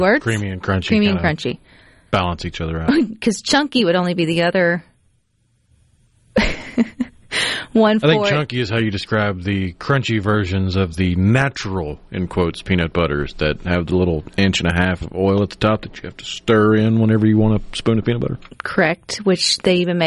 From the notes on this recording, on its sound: joins the conversation by phone